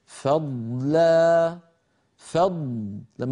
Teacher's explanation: فعلينا أن نخلص صوت الضاد من صوت اللام وكذلك في الكلمة الثانية صوت الضاد من صوت التاء هكذا فضلا